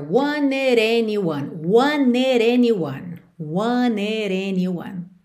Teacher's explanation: Ainda por cima do wanted pro anyone, ela liga com rarara nesse D final de wanted